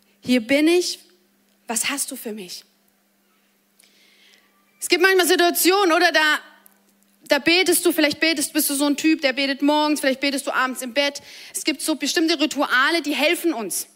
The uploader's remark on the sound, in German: Audiomitschnitt der Predigt.